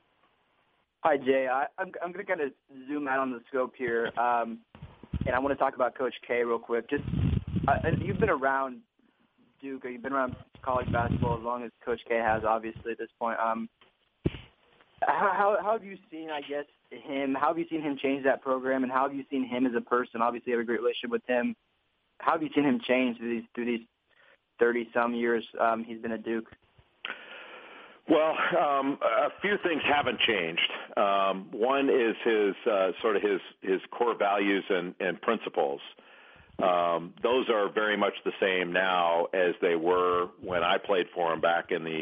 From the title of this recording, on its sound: ESPN CBB Conference Call